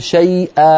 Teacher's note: إذا قفلنا الوترين الصوتيين يأتي همزة في النهاية وهذا لا يصح